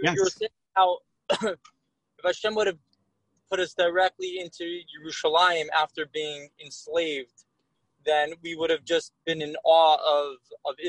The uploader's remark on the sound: Live On Zoom